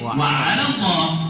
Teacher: حذف حرف المد وصلا للتخلص من التقاء الساكنين